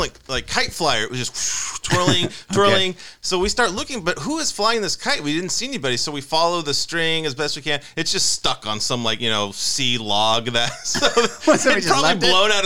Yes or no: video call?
no